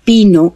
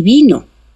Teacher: lo único que distingue a esos dos fonemas es que P es sordo, mientras que B es sonoro. En P no vibran las cuerdas vocales, en B sí.